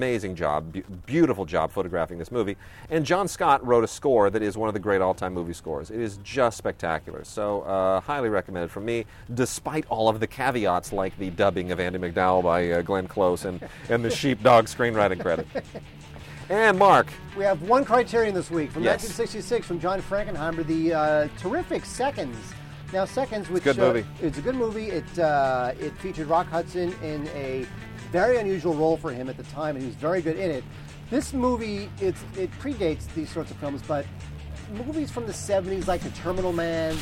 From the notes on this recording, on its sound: Our first podcast recorded outdoors! (It was a disaster).